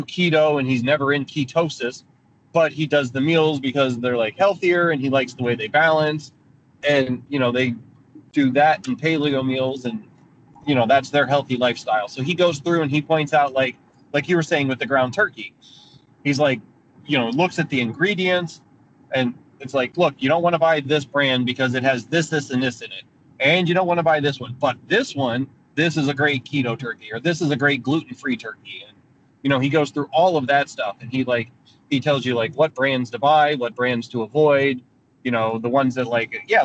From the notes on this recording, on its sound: quick chat in my car